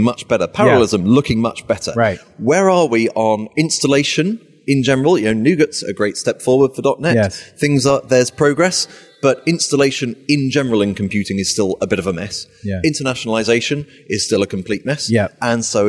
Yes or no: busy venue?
yes